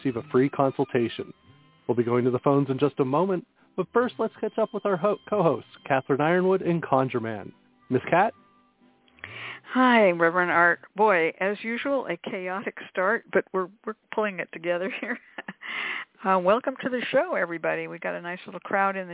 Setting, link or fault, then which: link, phone line